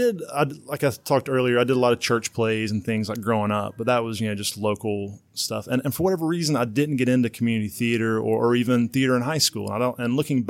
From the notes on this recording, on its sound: we filmed in a public location so there will be minimal background noise